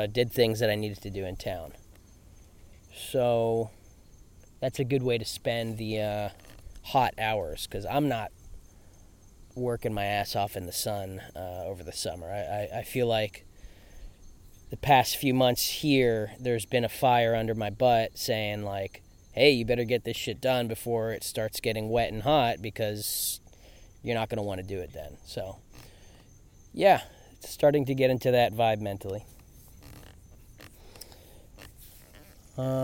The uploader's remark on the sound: Field Recording